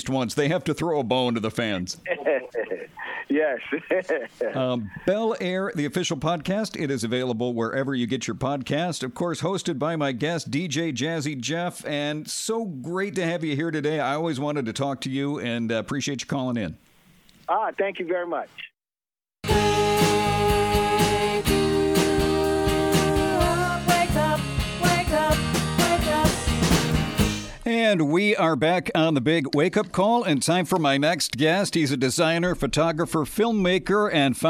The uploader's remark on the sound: Called in for a chat about his career and his new podcast.